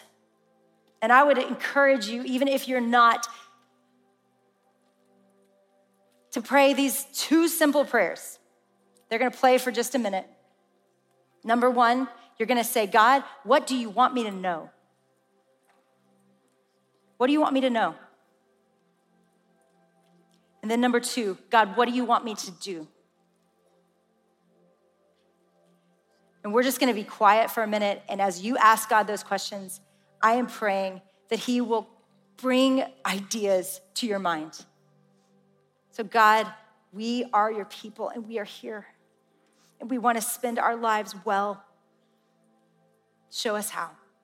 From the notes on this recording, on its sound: In this special episode from AWAKEN Conference 2022.